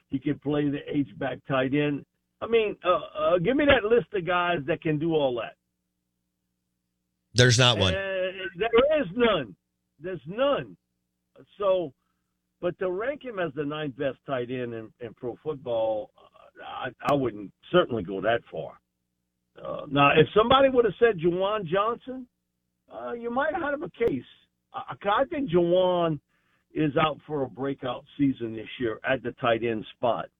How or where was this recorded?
phone line